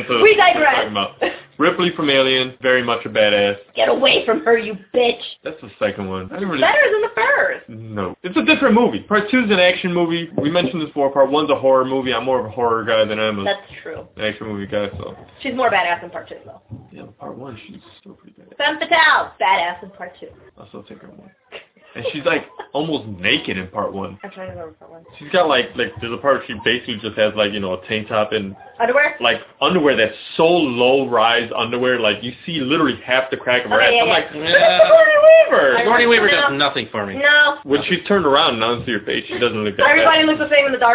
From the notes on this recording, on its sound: we recorded in standard audio